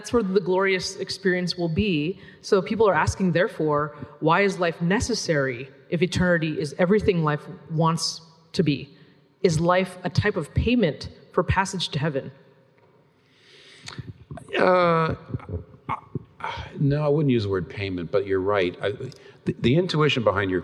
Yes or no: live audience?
yes